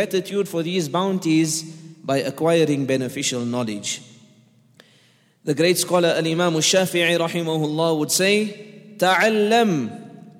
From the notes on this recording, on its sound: at The Houghton Masjid (West Street)